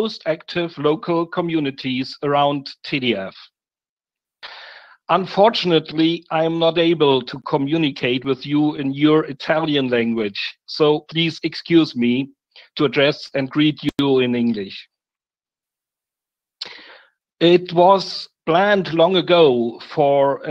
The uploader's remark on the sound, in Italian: LibreItalia Conference 2020, tenutasi online.